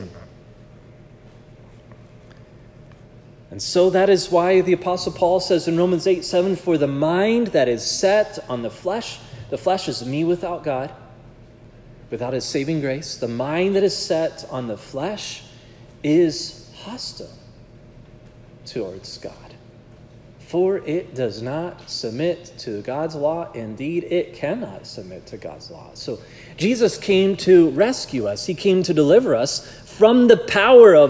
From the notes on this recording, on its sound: This sermon was preached at Providence Church on Sunday, February 11, 2024